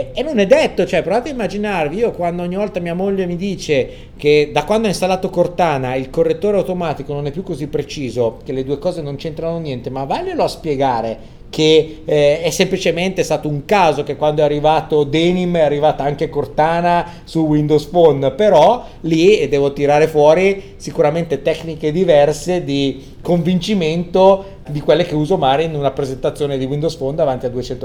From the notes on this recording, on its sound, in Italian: Prima puntata di una lunga serie registrata ai Community Days 2015.